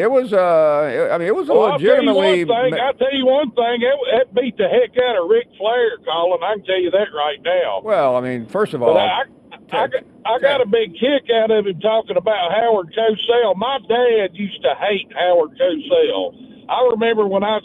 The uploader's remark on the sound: of course we take more of your phone calls.